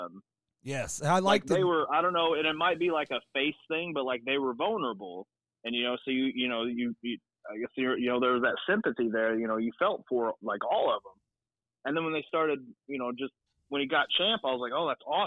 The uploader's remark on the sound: While they are watching WrestleMania 39, the guys have a special guest on the phone.